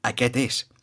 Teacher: quan aquest és pronom, llavors ja no es pronuncia la S, seria aquest és.